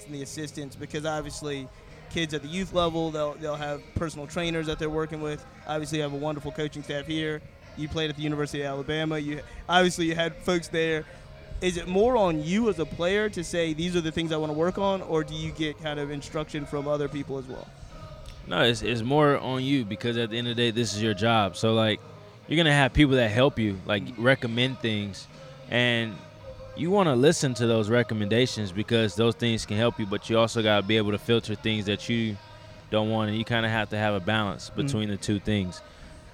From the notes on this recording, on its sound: Did the podcast on location at the Diamond, the home of the Richmond Flying Squirrels, in Richmond, Virginia.